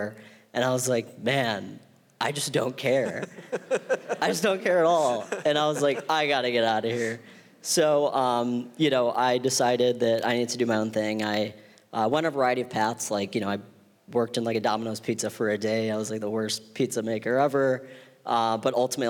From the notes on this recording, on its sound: on stage at Re-convene '22 in Santa Monica